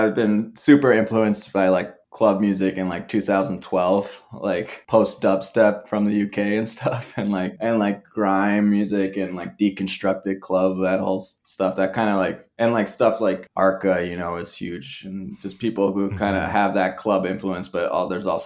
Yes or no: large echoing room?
no